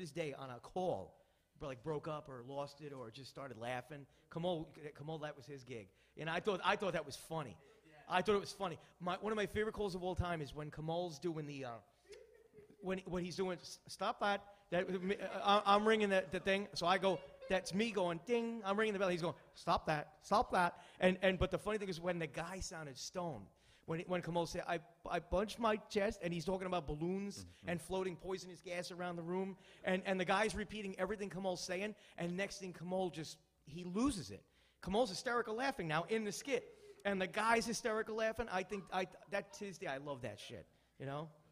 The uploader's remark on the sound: Live Q&A from Gotham Comedy Club